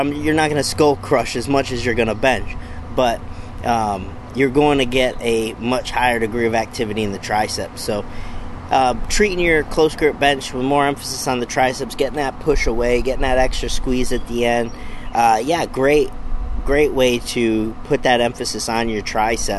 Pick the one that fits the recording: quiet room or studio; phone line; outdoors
outdoors